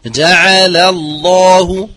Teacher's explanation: بترقيق اللام الأولى وتفخيم لام اسم الجلالة